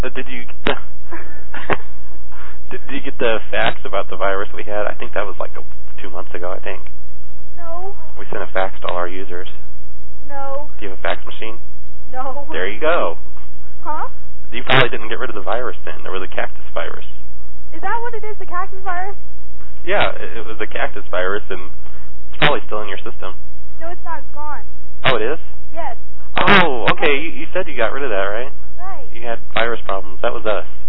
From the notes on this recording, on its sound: Prank Phone Calls